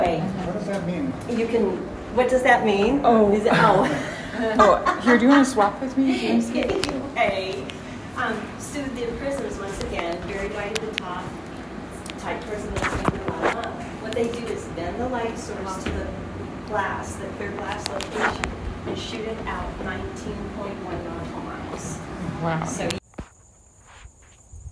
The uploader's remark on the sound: FIELD RECORDING: LABOR DAY COOKOUT